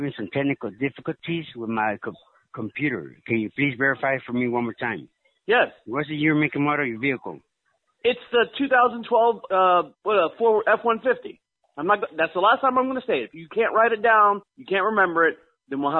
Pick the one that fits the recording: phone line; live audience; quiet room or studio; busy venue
phone line